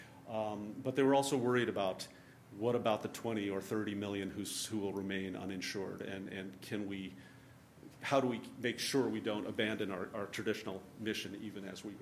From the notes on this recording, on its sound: This talk is from the November 2013 Center for Poverty Research conference. This conference brought together a unique mix of researchers, policy professionals and industry leaders.